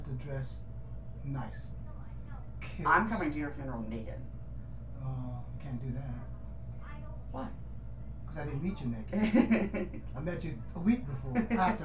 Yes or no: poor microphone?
yes